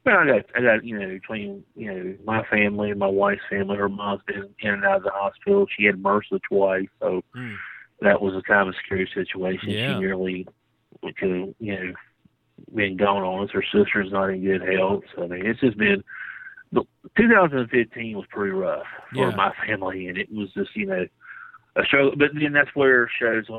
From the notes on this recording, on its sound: opens the mail bag and the phone lines